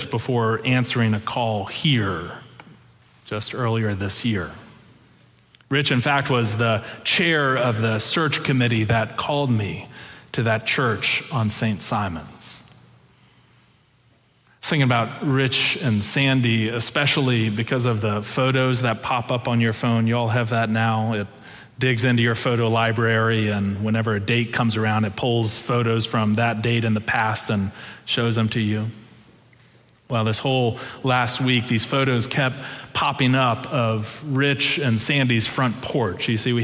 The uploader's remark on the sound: Preached November 6, 2022 in our Sanctuary and MorningSong worship services.